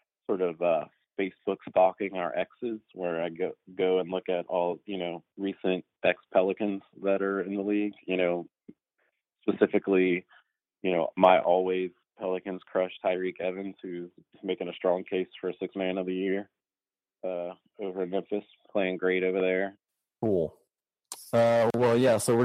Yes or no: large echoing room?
no